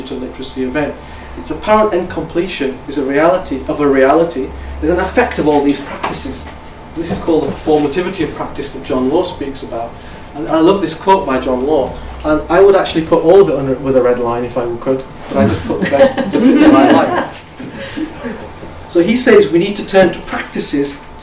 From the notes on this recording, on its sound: speaks at the SRHE Digital University Network event